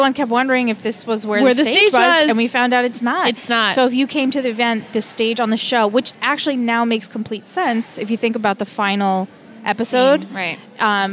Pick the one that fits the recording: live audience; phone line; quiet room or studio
live audience